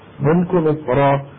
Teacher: مصر في الوصل مفخمة لأنها مفتوحة، ابن الجزري قال وأنا أختار تفخيمها في الوقف. · Term: التفخيم